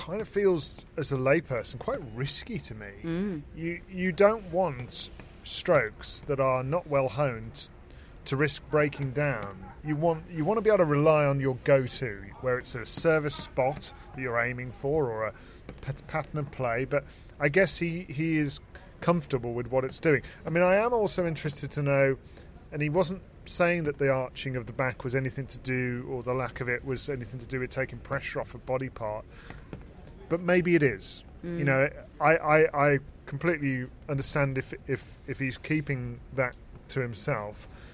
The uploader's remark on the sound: Live from Wimbledon Day 2. Rain return.